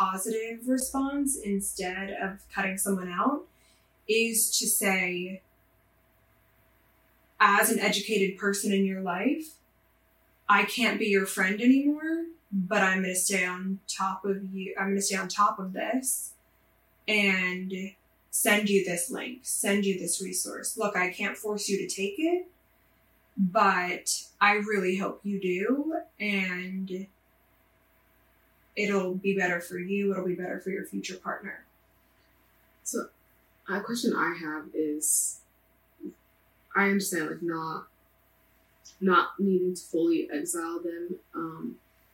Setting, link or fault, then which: fault, poor sound quality